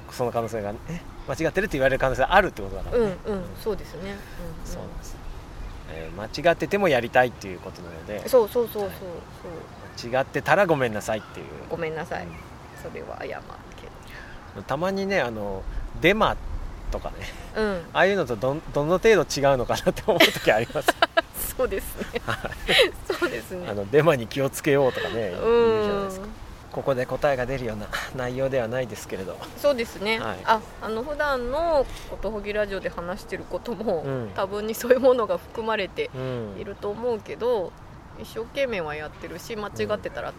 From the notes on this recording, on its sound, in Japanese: 今回も、すっかりお気に入りになった明治神宮の芝生で、のびのびと収録しました。天気は晴れ。